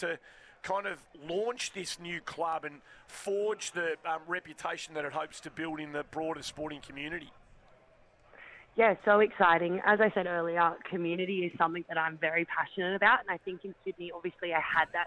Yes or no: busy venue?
yes